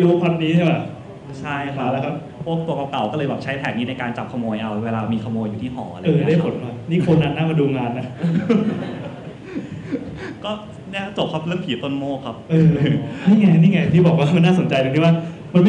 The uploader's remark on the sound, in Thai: Live in TK Park. เป็นเทปบันทึกการ Live on Stage ครั้งแรก. จากงาน ' PodTalk' มหกรรมชุมนุมคนทำรายการ Podcast ชาวไทยที่ผ่านมา.